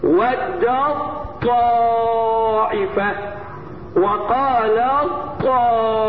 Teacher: ادغام التاء في الطاء ادغام كامل